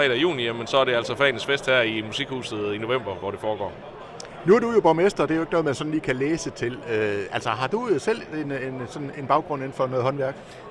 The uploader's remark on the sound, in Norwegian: LIVE FRA FAGENES FEST